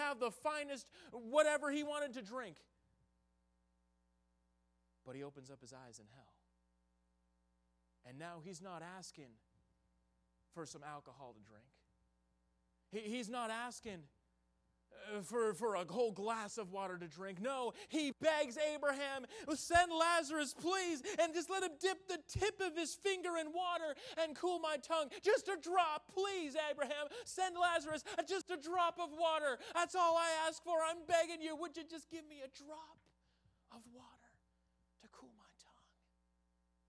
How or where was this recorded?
large echoing room